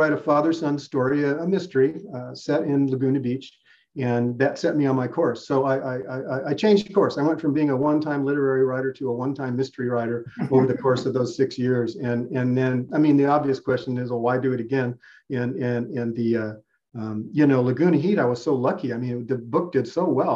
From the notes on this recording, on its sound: This interview was originally recorded as a Sisters in Crime Zoom event (which was Zoom-bombed, but that's another story)